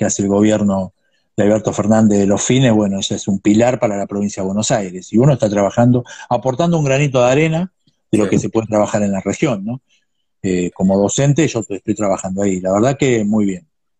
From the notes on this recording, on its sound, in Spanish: entrevista a fondo a través de Instagram live